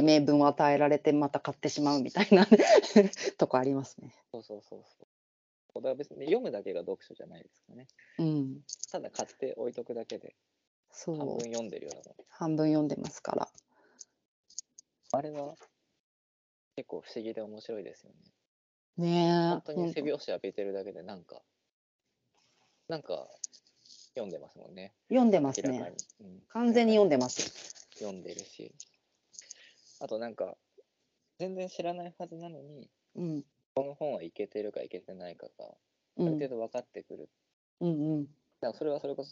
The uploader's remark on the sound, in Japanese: Skype収録